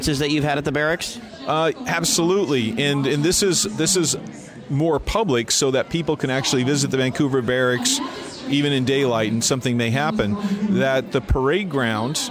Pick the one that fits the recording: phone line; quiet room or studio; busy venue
busy venue